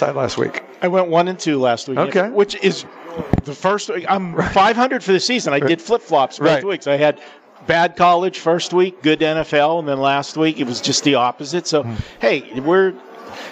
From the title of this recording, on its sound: Live from the Super Book at the Westgate Las Vegas